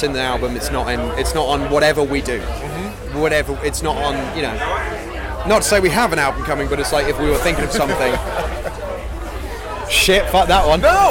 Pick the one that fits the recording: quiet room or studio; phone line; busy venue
busy venue